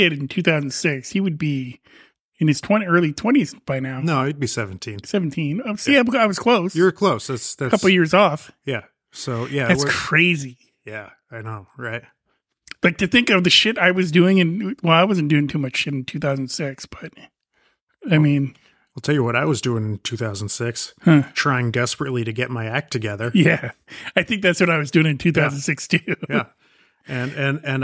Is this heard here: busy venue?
no